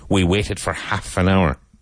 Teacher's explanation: Careful of the L in half because it's silent.